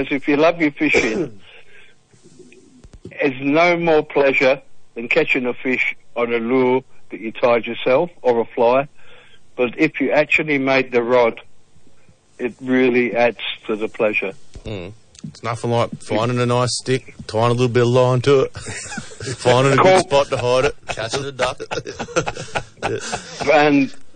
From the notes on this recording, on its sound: The Commercial Club Fishing Club call in.